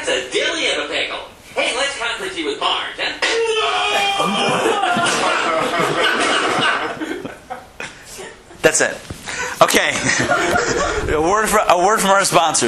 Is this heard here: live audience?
yes